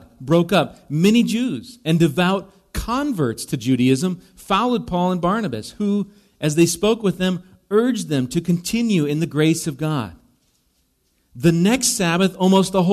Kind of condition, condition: setting, large echoing room